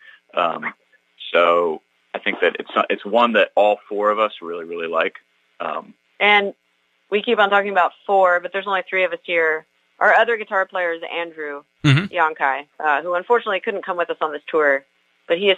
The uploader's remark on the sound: I was only able to do a brief phone interview with the band as they were on their way back from a gig in Montreal, PQ.